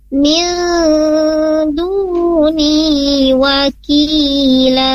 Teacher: Nun mati ketemu dal. Min ditahan dua harokat karena hukumnya adalah ikhfa. Cara bacanya min duni wakila.